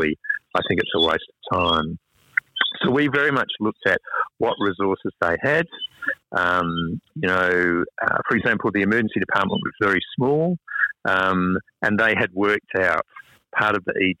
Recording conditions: phone line